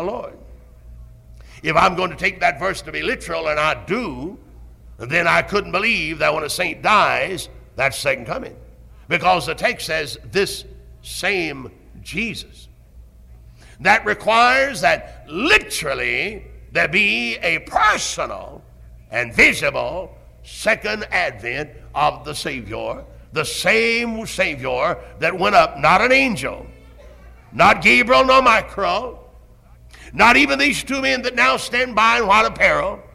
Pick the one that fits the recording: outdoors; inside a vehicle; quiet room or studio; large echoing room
large echoing room